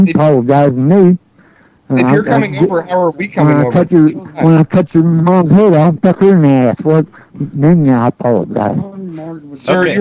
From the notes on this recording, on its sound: …'s Personal Prank Phone Calls Collection.